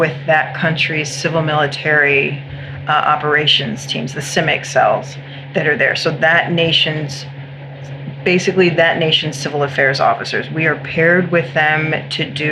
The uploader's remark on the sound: In this episode, we set up a new remote studio. It was the first run, so you will hear some background noise.